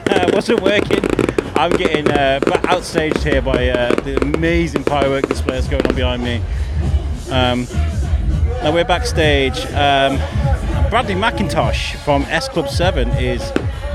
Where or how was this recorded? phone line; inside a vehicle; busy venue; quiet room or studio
busy venue